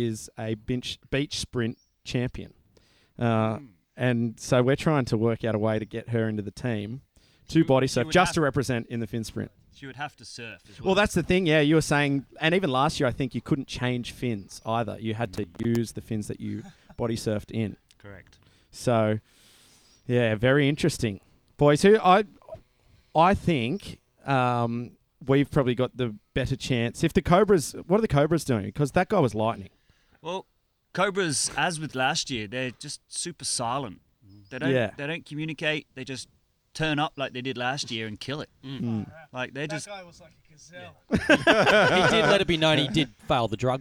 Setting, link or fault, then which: setting, busy venue